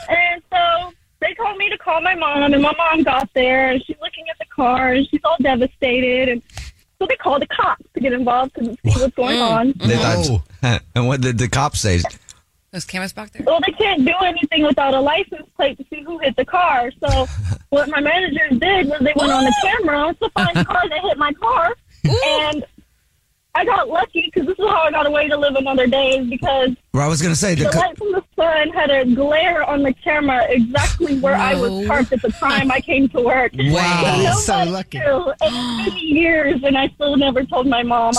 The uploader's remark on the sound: On the phone right now is a woman who has a Dirty Little Secret!